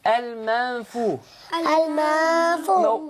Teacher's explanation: فيها نون ساكنة أتى بعدها حرف الفاء حكمها الإخفاء